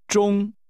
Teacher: The tones are high level.